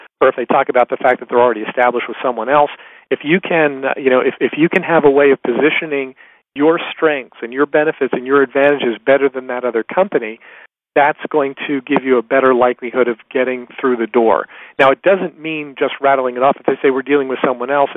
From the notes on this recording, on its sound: In this excerpt from a live Top Secrets teleconference